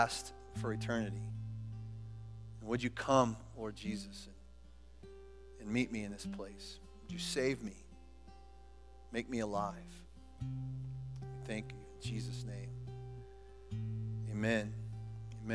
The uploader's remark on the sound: Was recorded at The Calling Community Church located in Platte City, Missouri. Services are held at the Platte City High School auditorium.